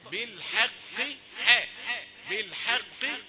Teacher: الحاء رقيقة والقاف قريبة من الرق لكنها ليست رقيقة لانها من حروف التفخيم · Term: الدرجة الخامسة